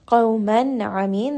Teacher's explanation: We have a نون ساكن or تنوين followed by one of the throat letters, which is the letter عين. So نون ساكن is going to be pronounced clearly. · Term: إظهار